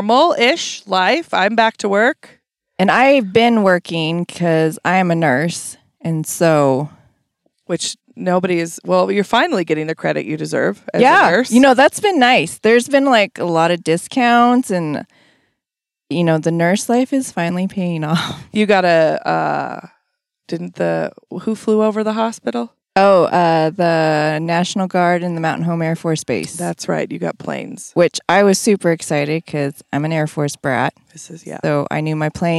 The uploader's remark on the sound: An episode that was recorded back in 2020 shortly after quarantine ended. They literally sat in the car, in a parking lot, and pinged off eachother for almost an hour.